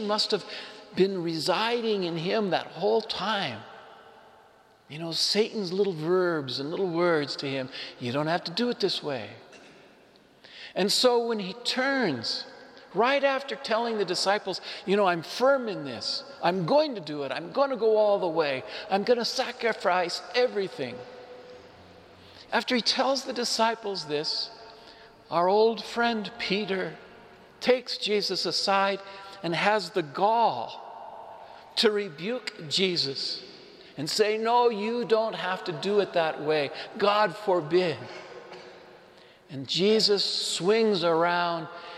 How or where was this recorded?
large echoing room